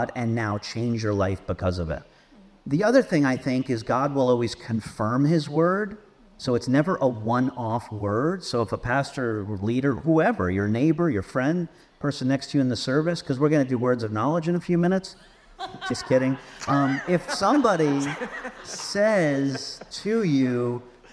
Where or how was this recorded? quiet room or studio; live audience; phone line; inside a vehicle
live audience